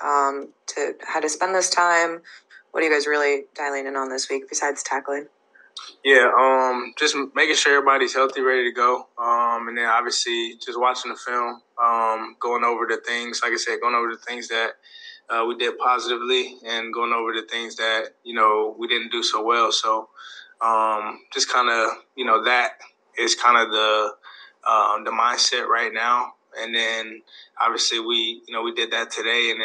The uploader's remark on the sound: Speaking to media via Zoom on Monday morning.